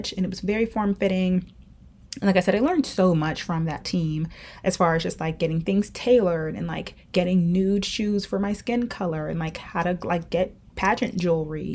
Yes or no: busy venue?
no